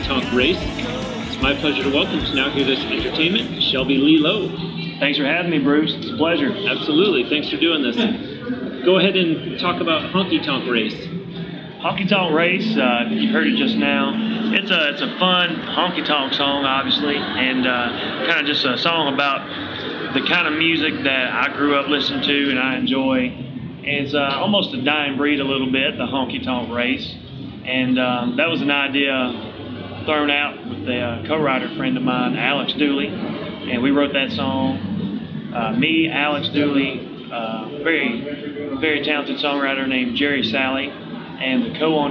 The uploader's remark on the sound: Recorded on-location in Nashville at the Summer NAMM Show